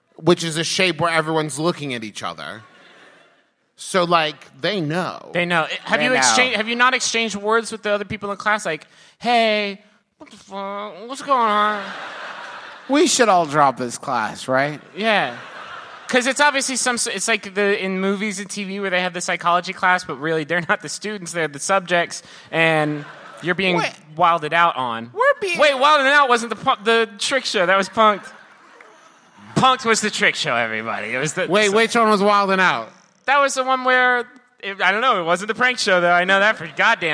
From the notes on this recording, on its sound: Here's our final live show from our Midwest tour from earlier this year, which took place Easter Sunday at the Athenaeum in beautiful Chicago, IL.